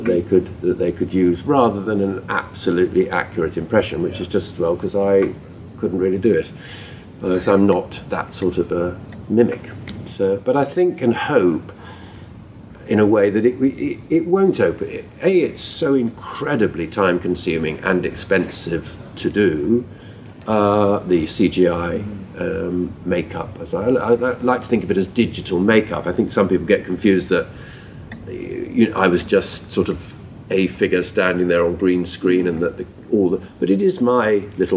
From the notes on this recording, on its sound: Recorded at London's MCM comic con, here is a round table interview